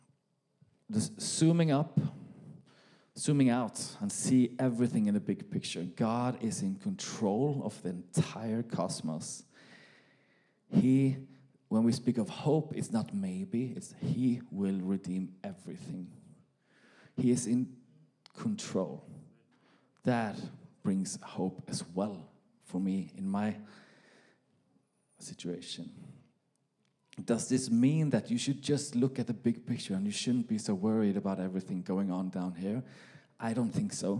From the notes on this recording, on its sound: This message was recorded live at our Malmö Gathering on Sunday, June 18th, 2023.